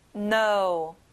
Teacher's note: 앞에 K 발음은 안 나요